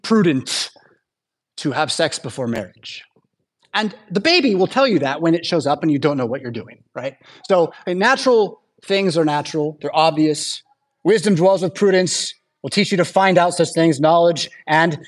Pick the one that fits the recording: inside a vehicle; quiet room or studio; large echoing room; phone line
large echoing room